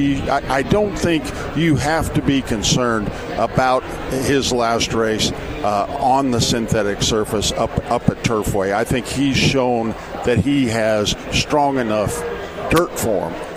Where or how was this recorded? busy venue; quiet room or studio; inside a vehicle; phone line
busy venue